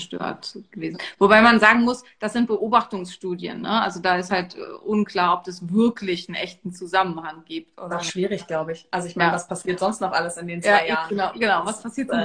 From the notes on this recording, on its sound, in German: Diese Folge ist eine Aufzeichnung unseres gemeinsamen Instagram Live